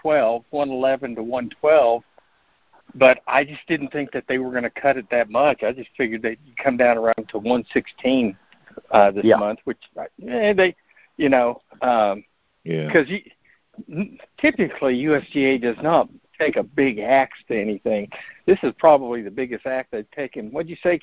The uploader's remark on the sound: Monthly Conference Call